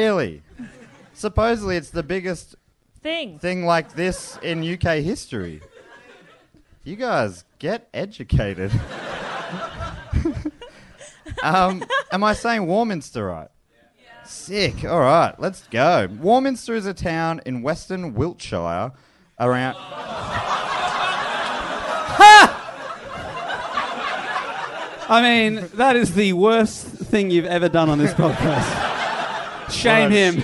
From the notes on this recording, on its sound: Recorded live at The Phoenix in London.